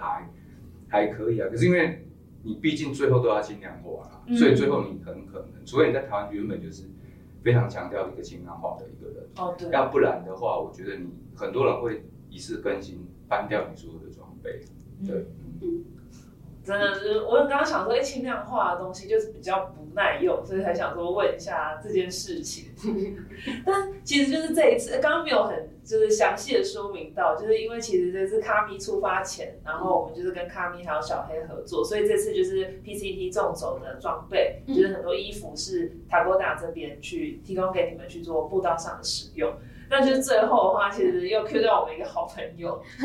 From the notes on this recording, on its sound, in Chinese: 收音見諒。小編還跟新設備不熟悉，有些許收音問題，煩請見諒。